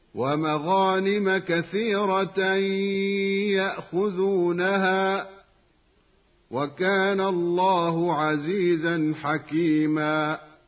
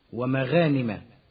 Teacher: الغين من مغانم حرف استعلاء مفخم · Shown in: first take · وقد وقع بين حرفي استفال حقهما الترقيق، ولهذا يخطئ من ينطق بالغين مرققة أو لم يعطها حقها من التفخيم هكذا ومغانم.